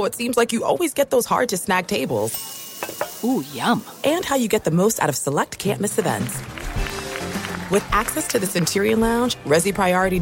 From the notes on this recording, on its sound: LIVE from the octagon in Sydney, Australia